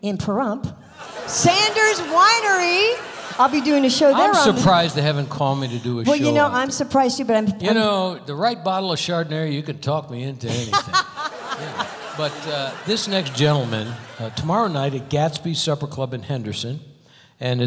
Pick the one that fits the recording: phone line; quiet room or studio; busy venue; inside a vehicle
busy venue